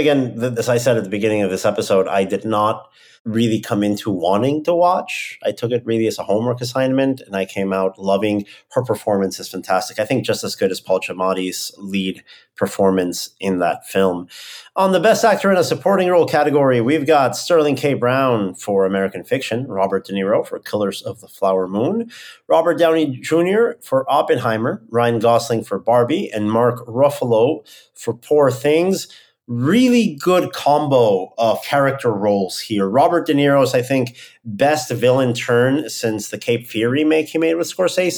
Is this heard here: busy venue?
no